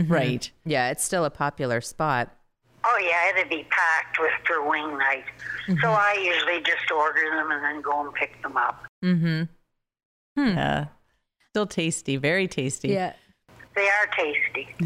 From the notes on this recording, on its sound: Joined by telephone.